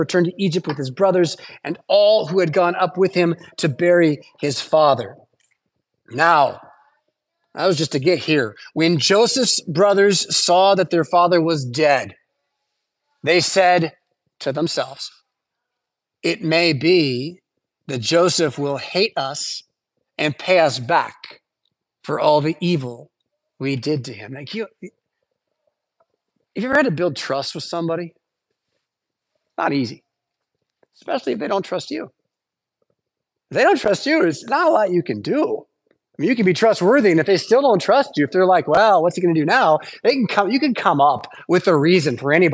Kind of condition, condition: setting, large echoing room